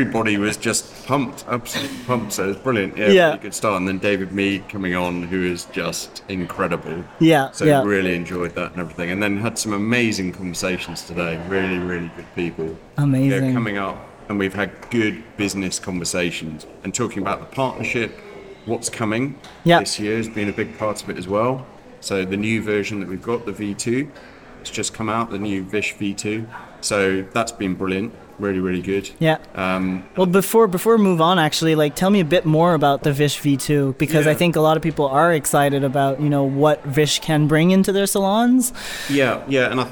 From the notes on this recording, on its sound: Live From the Salon Owners Summit 2024.